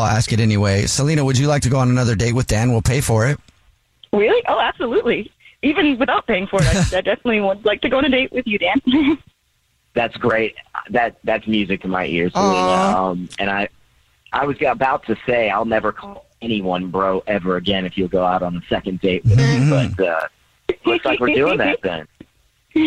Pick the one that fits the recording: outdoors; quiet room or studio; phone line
phone line